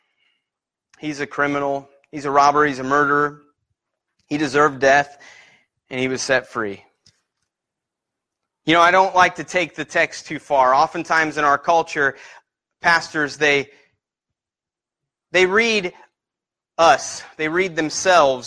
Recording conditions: large echoing room